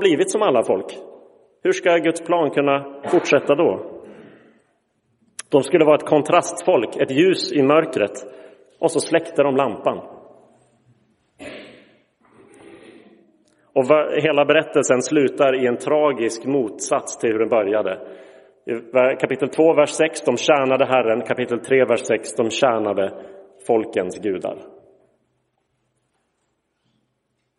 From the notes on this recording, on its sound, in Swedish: Inspelad i Roseniuskyrkan den 8 januari 2023.